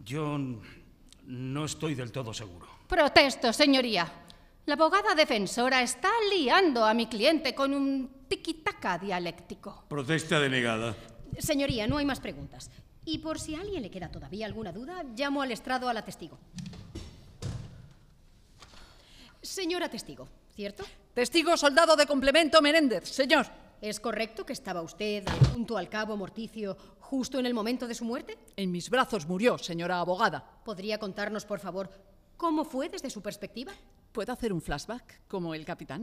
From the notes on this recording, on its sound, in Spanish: Grabado cara al público en la Biblioteca Eugenio Trías de Madrid.